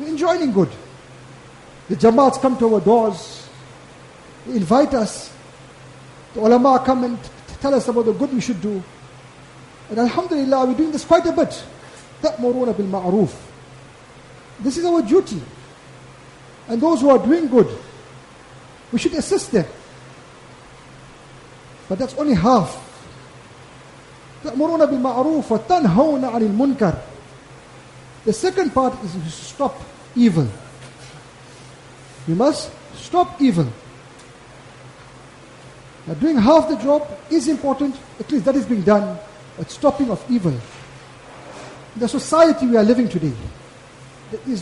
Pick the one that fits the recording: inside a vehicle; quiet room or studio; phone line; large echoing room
large echoing room